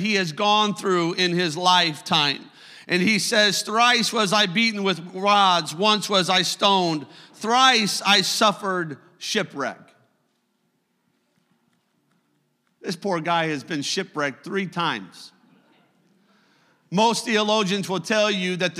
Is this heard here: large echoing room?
yes